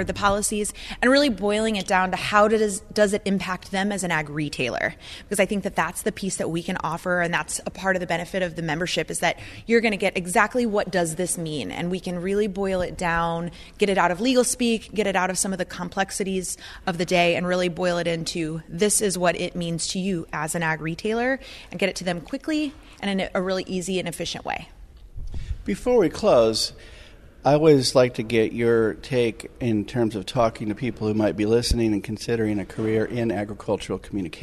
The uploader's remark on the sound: Interviews from ARA Conference & Expo